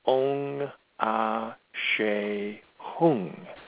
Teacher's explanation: The Ong and the Hung have a little nasal sound. It's not Om with an O-M.